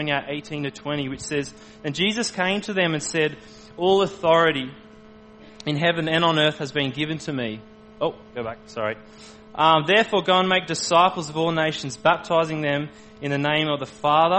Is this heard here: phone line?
no